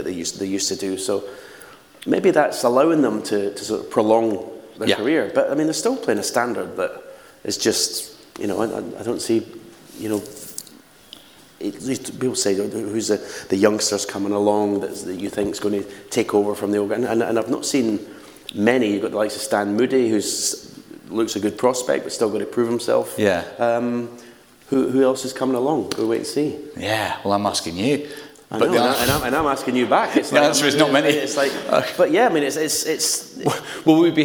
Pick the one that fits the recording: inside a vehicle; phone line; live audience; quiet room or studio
live audience